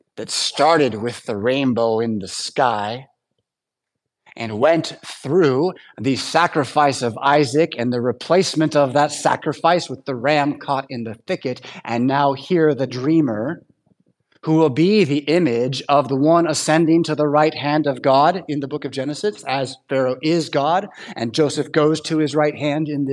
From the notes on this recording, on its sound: Preached at St Paul Lutheran Church , Rockford, Illinois on Sunday September 3rd, 2023